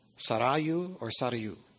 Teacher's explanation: You can accent either the first or second syllable.